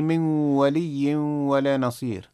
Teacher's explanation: في ولي ولا حكمها الإدغام مع الغنة